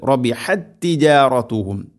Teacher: ഒന്നാമത്തെ തായിന് രണ്ടാമത്തെ തായിലേക്ക് ഇദ്ഗാം ചെയ്ത് അഥവാ കൂട്ടിലയിപ്പിച്ച് ഒറ്റക്ഷരമായിട്ട് ഉച്ചരിക്കും ശബ്ദ് നൽകിക്കൊണ്ട്. · Term: ഇദ്ഗാം മുതമാസിലൈൻ